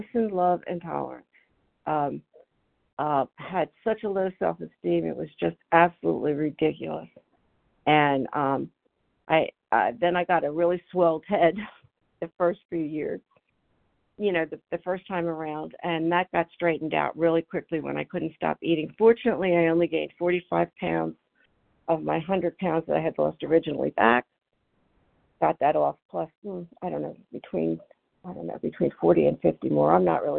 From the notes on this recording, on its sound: 100 Pounders Phone Meeting